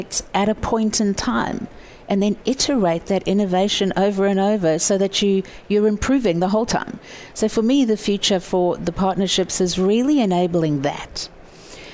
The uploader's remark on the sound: wrapping up the Live event with Thought Leader live at SAPPHIRE NOW 2017!